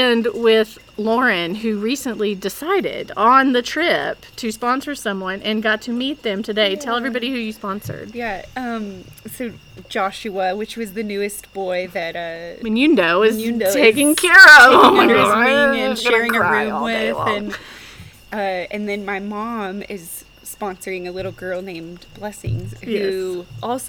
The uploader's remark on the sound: Arise Africa Mission Trip. This audio comes straight from the field, so you’re going to hear weird things in the background.